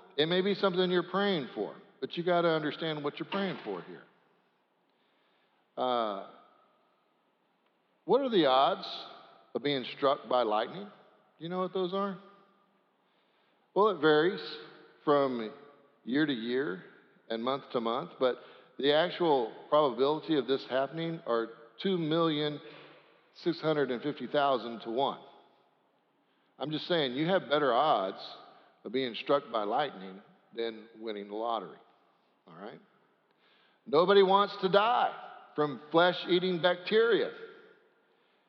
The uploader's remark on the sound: Sanctuary Service